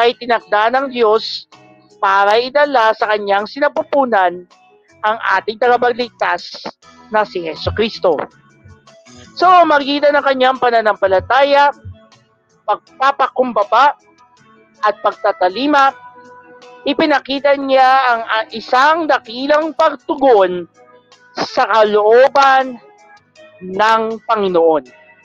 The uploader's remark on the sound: Recorded via StreamYard